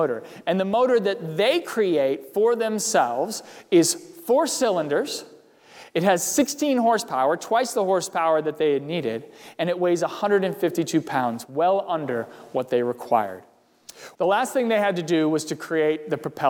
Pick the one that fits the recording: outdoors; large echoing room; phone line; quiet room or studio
large echoing room